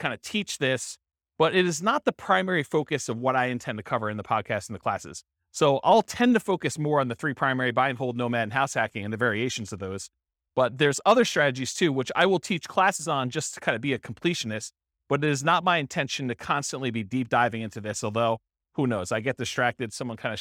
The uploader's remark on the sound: This was a live class recorded